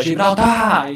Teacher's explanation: Então é paroxítono. Gibraltar, eu imagino que a sílaba tônica é o tar aqui